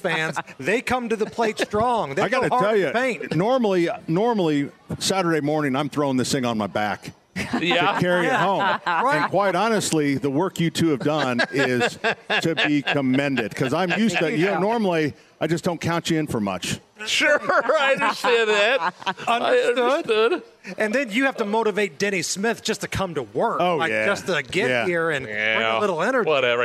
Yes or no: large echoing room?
no